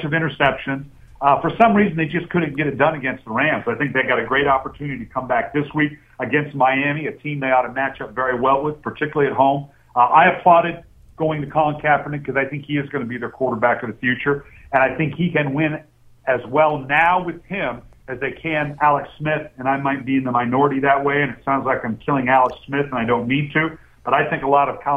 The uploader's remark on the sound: Dials in (with what sounds like a Zach Morris era cell phone).